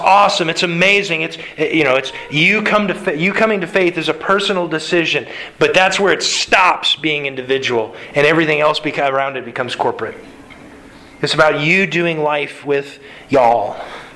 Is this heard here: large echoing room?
yes